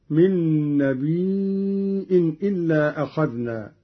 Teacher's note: قرأ قالون بهمز الياء هكذا: من النبأ وهو الخبر.